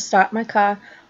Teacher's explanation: she dropped her R in some of the words that had an R